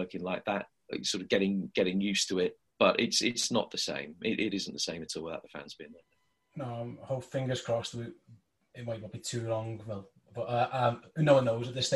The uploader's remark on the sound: via a sometimes temperamental Zoom call